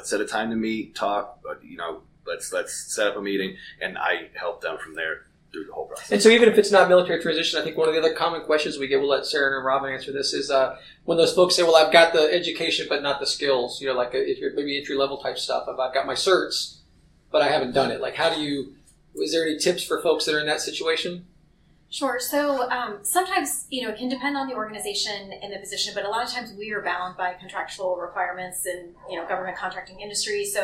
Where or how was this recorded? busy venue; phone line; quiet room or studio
busy venue